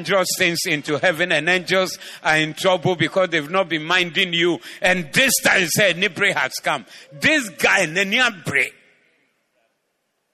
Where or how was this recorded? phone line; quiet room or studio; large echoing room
large echoing room